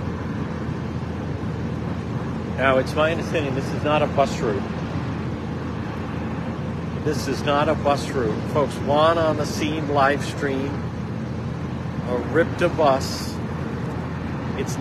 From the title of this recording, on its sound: On-the-scene Live-stream RIPTA bus in Jamestown RI